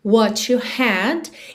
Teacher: Aqui a gente tem aquele som to, to, na ligação de what com you.